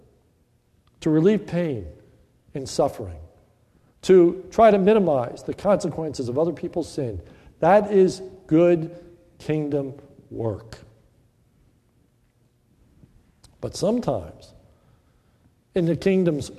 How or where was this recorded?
large echoing room